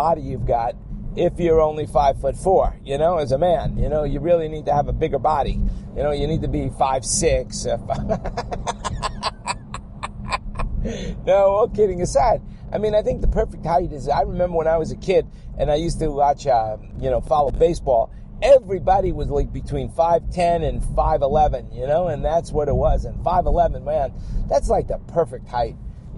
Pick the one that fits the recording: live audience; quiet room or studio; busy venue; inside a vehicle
inside a vehicle